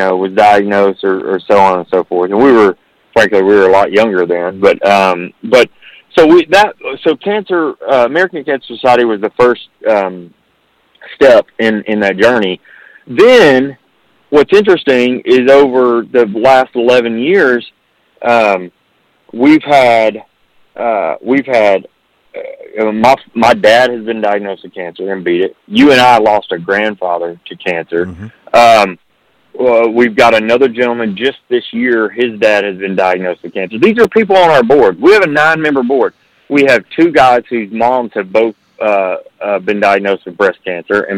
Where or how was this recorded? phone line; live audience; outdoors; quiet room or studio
phone line